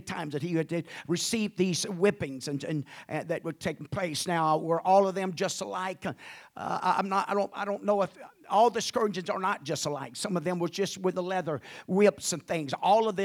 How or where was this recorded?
large echoing room